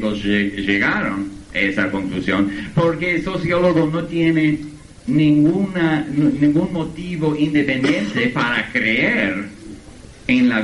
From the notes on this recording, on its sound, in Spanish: Conferencia en Buenos Aires, 1998. Incluye preguntas del público.